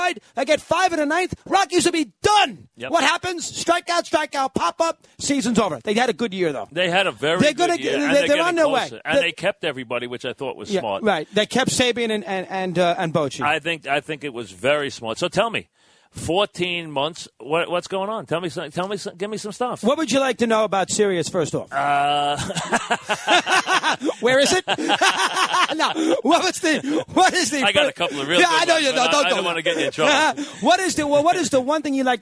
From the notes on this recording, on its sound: which was on location from the ALCS at Yankee Stadium